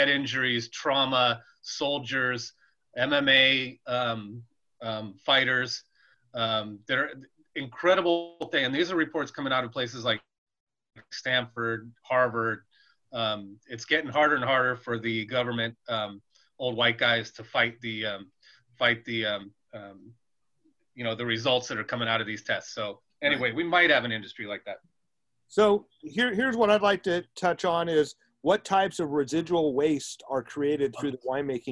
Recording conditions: video call